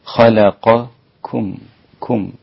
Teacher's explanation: والكاف لا تأخذ تفخيم القاف، وهذا ننبه إليه جيدا حتى لا نستمع إلى اختلاط الكاف مع القاف في التفخيم.